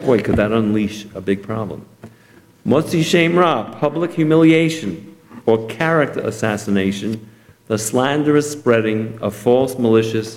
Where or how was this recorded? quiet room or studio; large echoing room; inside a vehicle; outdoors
large echoing room